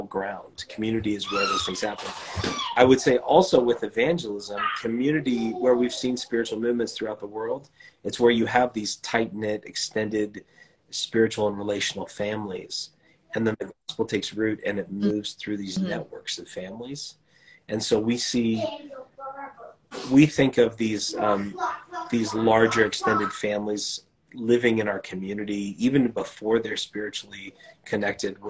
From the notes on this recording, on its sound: instagram live conversation